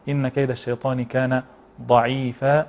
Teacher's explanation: نفخم الضاد ونرقق العين ونراعي المد حركتين في مد هذا المد الطبيعي الموقوف عليه اللي هو مد العوض ضعيف.